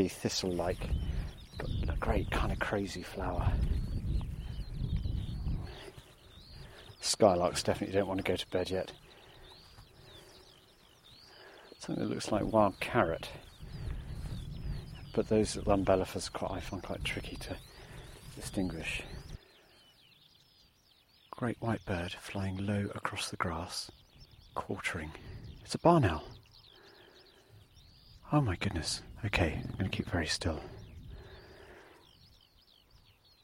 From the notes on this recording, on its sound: Discover the glorious sounds of an English summer on Martin Down in Hampshire.